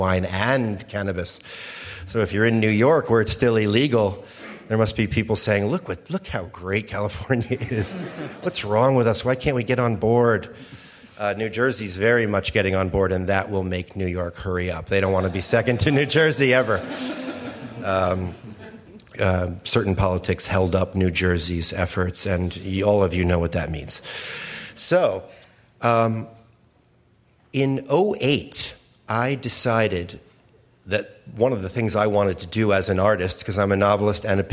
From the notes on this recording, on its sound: Q&A with Live Audience. Answer questions from a live audience at the Lafayette Library in Lafayette, CA.